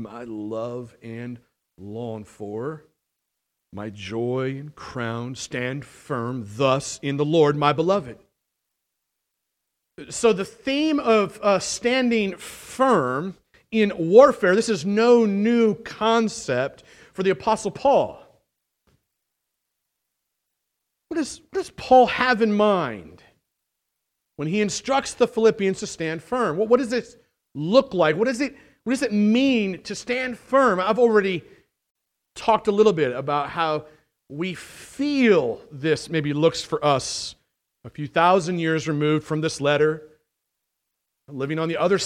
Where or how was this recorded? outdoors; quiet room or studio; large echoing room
large echoing room